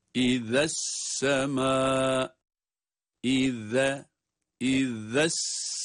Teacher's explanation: Kıymetli dostlar, okuduğumuz bu ayetlerde birinci ayete baktığımız zaman izessemâ'u, zel harfi peltek okunan bir harf, bildiğiniz gibi. Zel harfi peltek okunmakta, aynı zamanda ince.